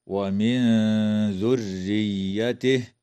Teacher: إخفاء حقيقي للنون الساكنة عند الذال